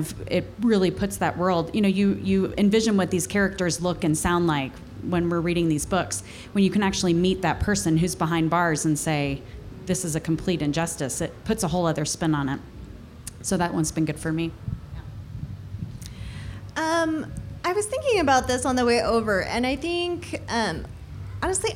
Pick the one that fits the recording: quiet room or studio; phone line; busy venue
busy venue